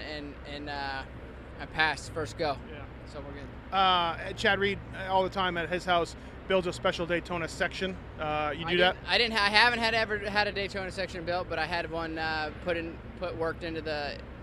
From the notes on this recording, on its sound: St.Louis 2012 Post-race Interviews.